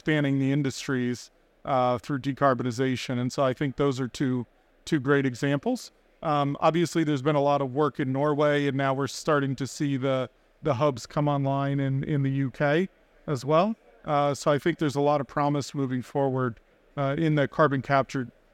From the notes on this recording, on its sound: Recorded live at ADIPEC 2023